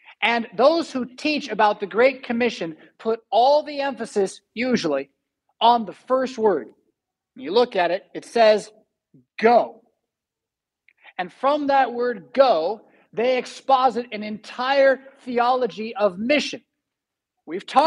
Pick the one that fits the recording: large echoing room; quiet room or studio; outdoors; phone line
large echoing room